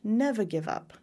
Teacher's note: You can hear how that R isn't nearly as strong as mine would be.